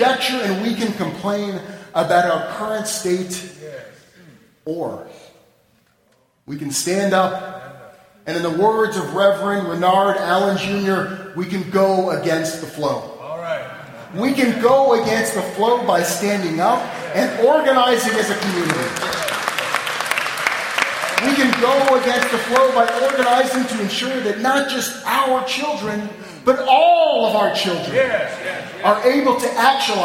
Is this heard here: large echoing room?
yes